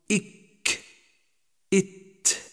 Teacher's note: ويظهر كمال انحباس الصوت عند إسكان الحرف، فنقول إك إت، ونلاحظ انحباس الصوت في موضعه بينما جرى النفس · Term: مهموسان شديدان